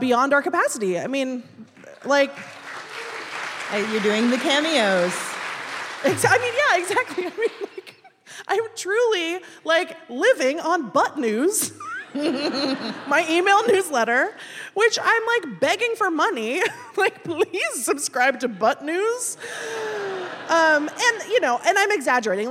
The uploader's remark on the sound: Live from Seattle. Today we’re sharing an excerpt from our live show at Town Hall Seattle.